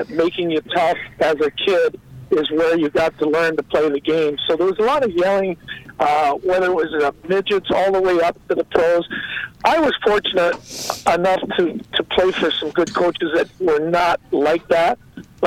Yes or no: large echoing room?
no